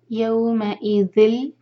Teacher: یوم اذل ذال کو لام سے کنیکٹ کریں گے، ادغام بغیر غنہ کا